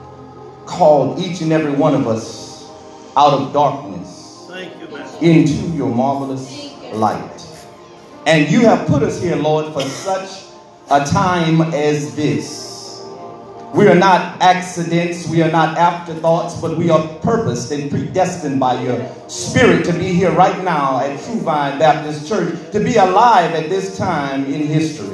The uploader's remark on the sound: This message was recorded in the sanctuary of True Vine Missionary Baptist Church in Hauhnville Louisiana.